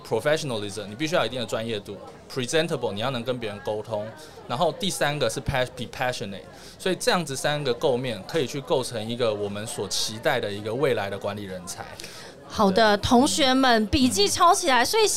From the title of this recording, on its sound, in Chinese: VISION 2022 臺大校園徵才博覽會-Live Podcast